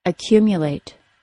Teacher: In the word accumulate, the stressed syllable falls on the cu syllable.